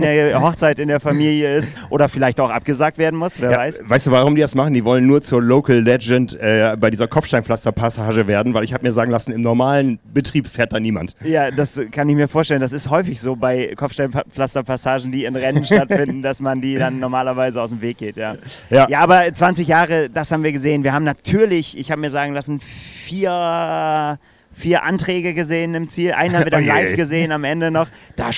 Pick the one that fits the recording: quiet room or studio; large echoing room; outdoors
outdoors